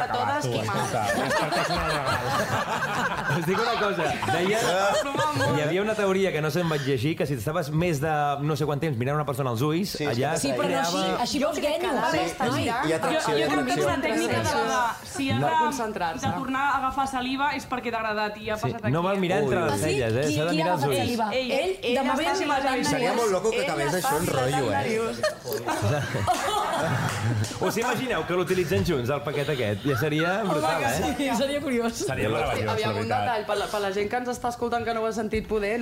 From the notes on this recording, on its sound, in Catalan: Des del mític estudi Toresky de Ràdio Barcelona, gravem amb públic i moltes sorpreses. Responem les preguntes dels oients assistents.